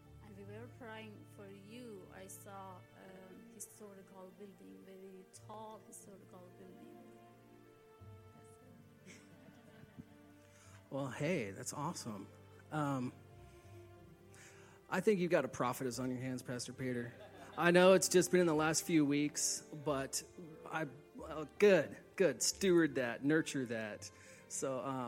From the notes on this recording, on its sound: Please forgive some of the sound quality as this was recorded live in a church